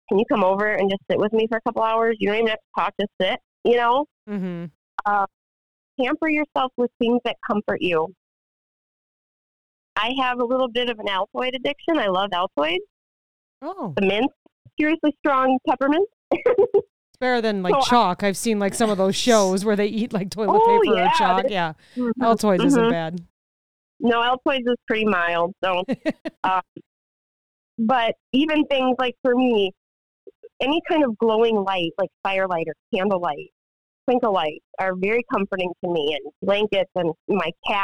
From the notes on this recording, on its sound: Phone interview